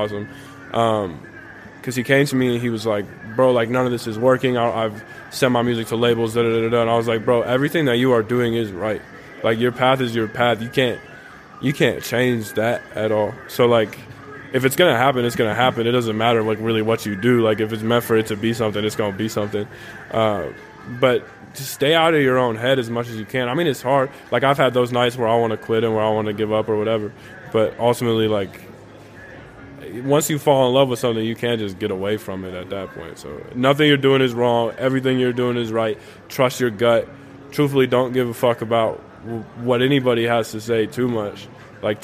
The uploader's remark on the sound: Recorded live on New Year's Eve from South Sixth Bodega at their new home inside the Tucson Mall.